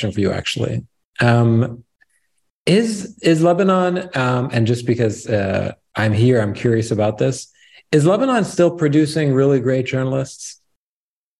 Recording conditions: video call